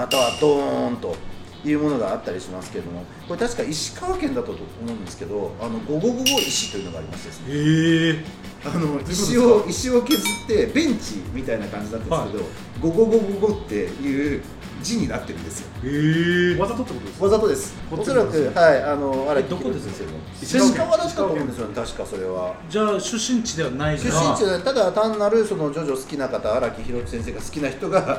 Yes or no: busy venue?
yes